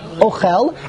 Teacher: You put the emphasis on the end, the chof